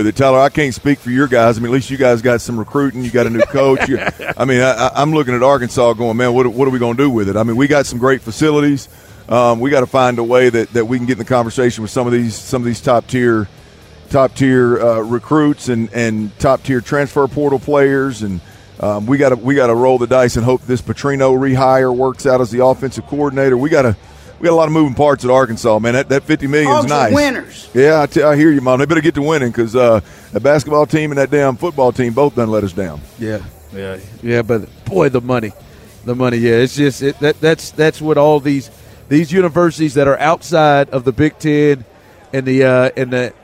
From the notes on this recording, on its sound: Joins THE DRIVE from Sin City. Live from radio row in Vegas.